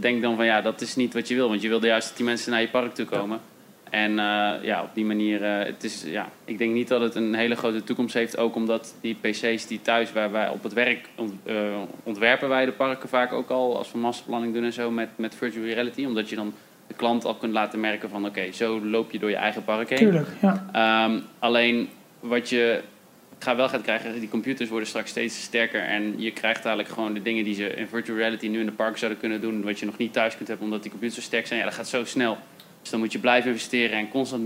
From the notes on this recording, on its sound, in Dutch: D-Tales On Tour, live vanaf NHTV, opleiding Attractions and Themepark Management.